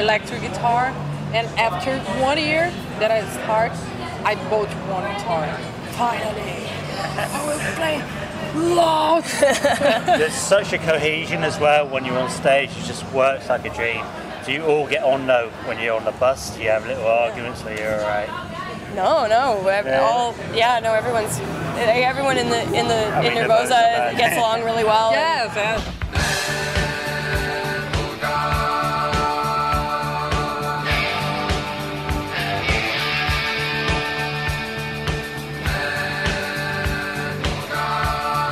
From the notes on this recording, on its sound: The Metal Gods Meltdown catches up at Audio Glasgow.